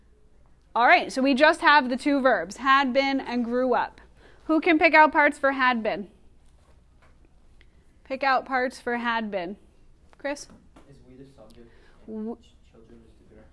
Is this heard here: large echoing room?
yes